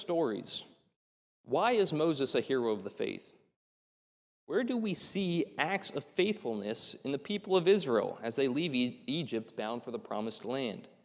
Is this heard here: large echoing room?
yes